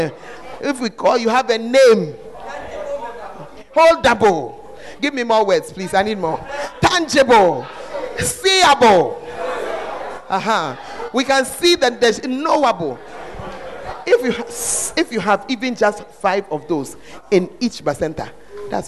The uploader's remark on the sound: Preached At The 100s and 200s Camp